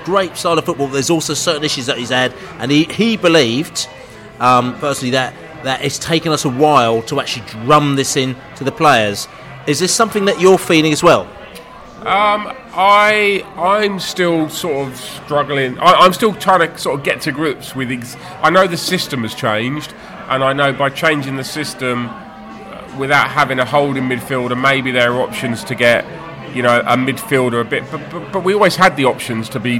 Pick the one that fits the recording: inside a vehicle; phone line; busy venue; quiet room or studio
busy venue